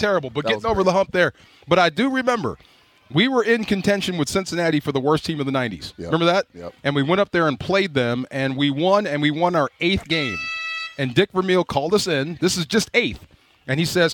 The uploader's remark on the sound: LIVE From Rams Camp! LIVE from RAMS Camp in the City of Irvine.